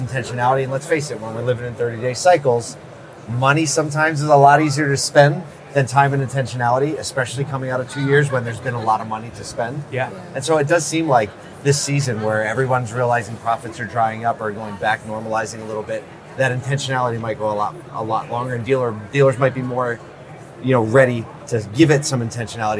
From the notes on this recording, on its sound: The conversation, recorded at the 2024 NADA Show.